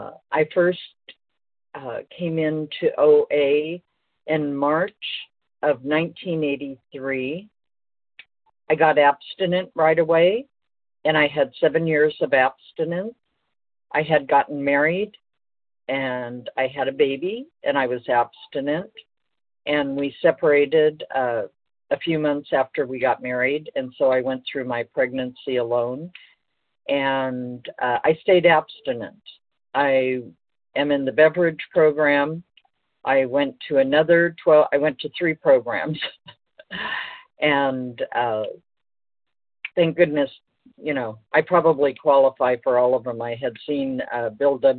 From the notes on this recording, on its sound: 100 Pounders Phone Meeting.